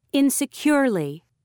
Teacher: Stress on third syllable.